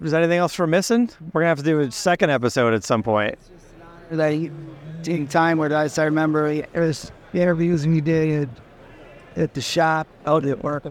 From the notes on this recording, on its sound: Ringbrothers live from SEMA 2023.